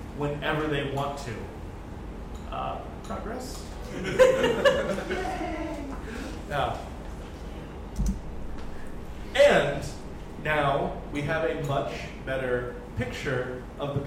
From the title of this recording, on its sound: Live at Floyd’s